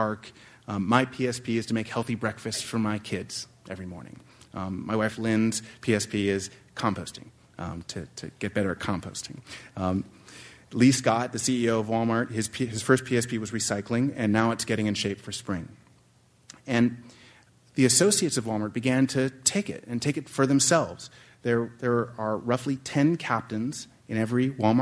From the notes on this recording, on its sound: This program was recorded in front of a live audience